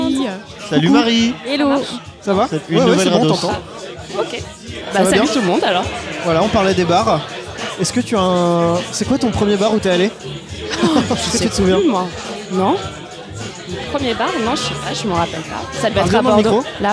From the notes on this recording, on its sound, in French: épisode enregistré au Sully (Paris 10e)